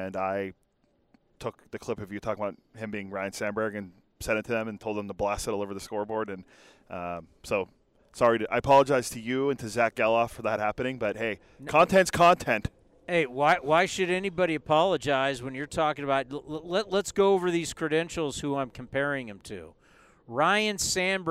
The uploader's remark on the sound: live from A's Spring Training